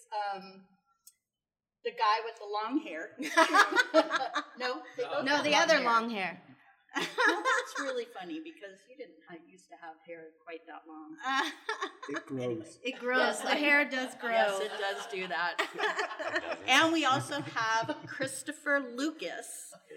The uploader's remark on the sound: With a live audience at the Greenbriar Inn.